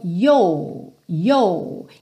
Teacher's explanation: Por exemplo, na palavra your, um britânico falaria algo mais parecido com yo, yo, ok? Então é mais essa ideia da vogal alongada do que da língua enrolada mesmo